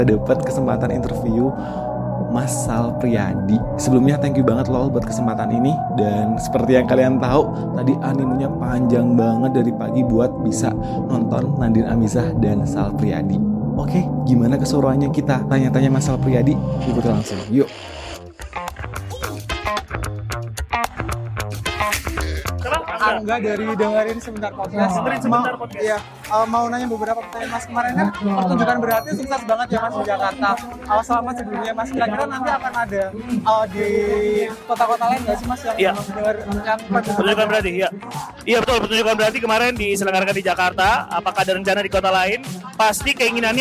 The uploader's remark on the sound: Interview From Backstage Land Of Leisure